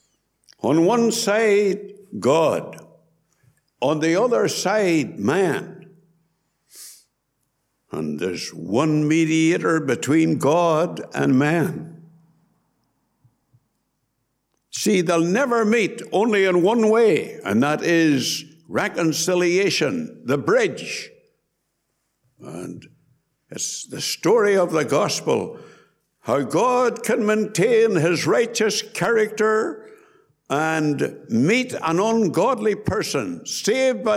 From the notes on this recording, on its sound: Gospel Audio from Ballyclare Gospel Hall